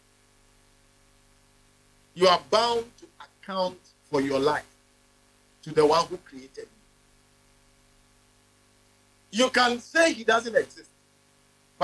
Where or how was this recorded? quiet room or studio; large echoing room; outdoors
large echoing room